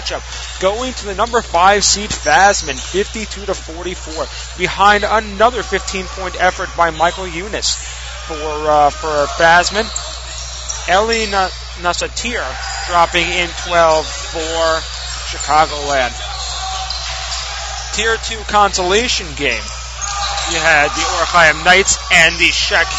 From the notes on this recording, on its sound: Recorded live at The 2015 Cooper Memphis Invitational Basketball Tournament.